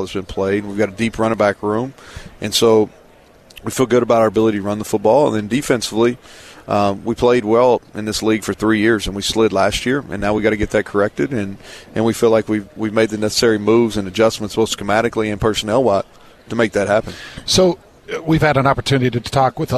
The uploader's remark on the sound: LIVE from Big-12 Media Day